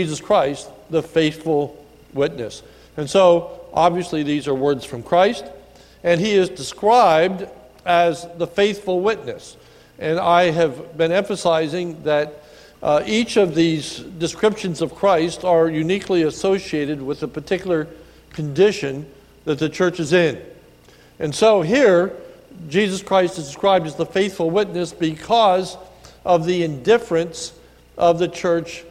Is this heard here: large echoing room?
yes